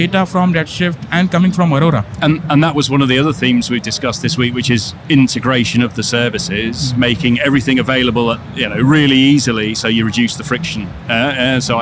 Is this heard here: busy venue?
yes